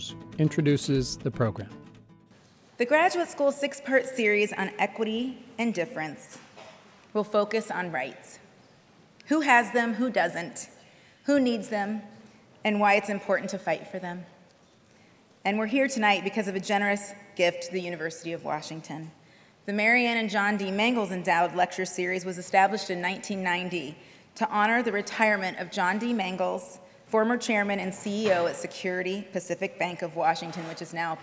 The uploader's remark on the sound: As part of the University of Washington’s Graduate School lecture series Equity & Difference: Rights at Kane Hall on November 1, 2017.